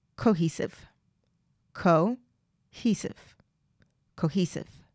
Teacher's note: You can hear that the stress is kind of on the second part of that word, cohesive.